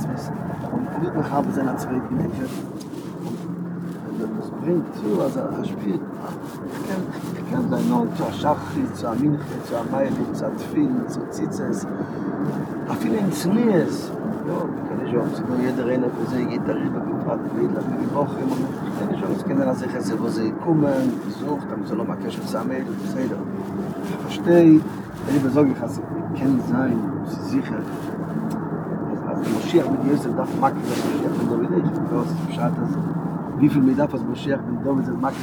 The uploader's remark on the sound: On The Way From JFK To Stony Point